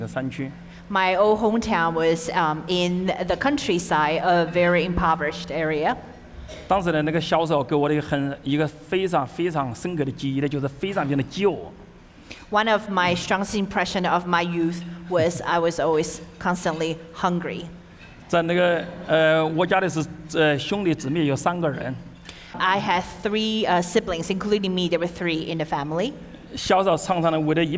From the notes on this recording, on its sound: Taped at Richmond's historic Hippodrome Theater, where a sellout crowd enjoyed a four-course dinner